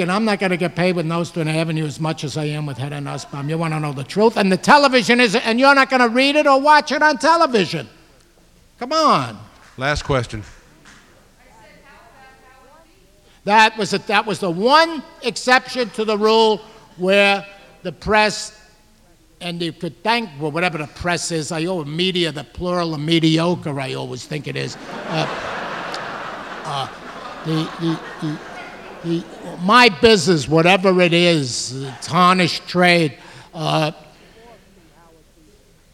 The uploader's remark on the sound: Recorded May 16, 1989 at New York's 92nd Street Y.